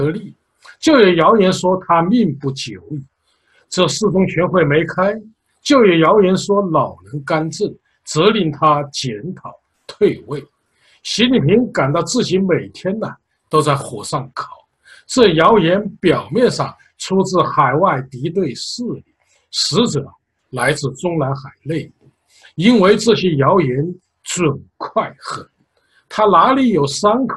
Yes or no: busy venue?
no